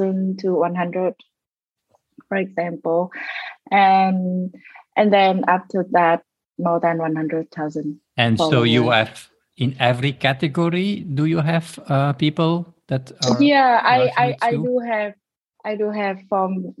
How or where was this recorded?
video call